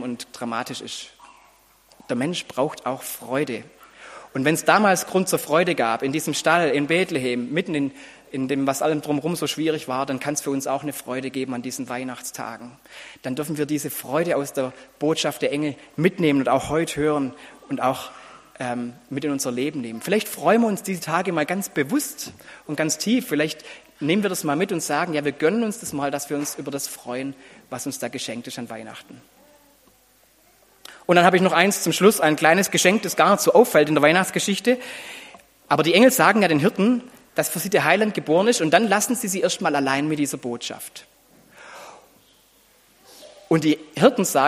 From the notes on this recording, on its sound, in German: Predigt mit Anspiel im Gottesdienst an Heiligabend.